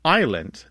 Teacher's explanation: And now they went back to spelling isle as I-L-E, and they put a little circumflex, which is like a little upside-down hat over the I, to indicate that the S was once there. So we don't pronounce the S in island because the French don't pronounce the S in isle, and that is the word that we borrowed from the French.